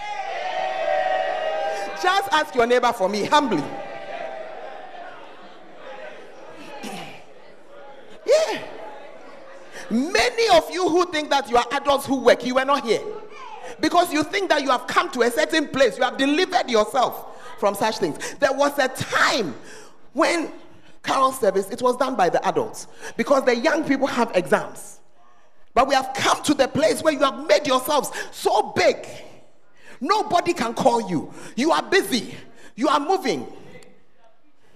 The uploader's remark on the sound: Preached at the First Love Center, Ayeduase